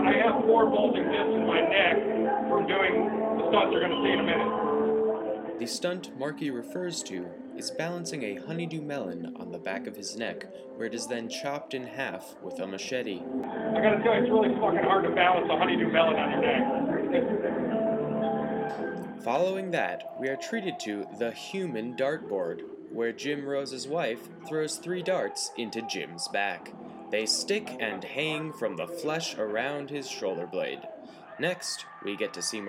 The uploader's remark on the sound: Recording was done from my cellphone in a lecture hall and this episode was produced using GarageBand.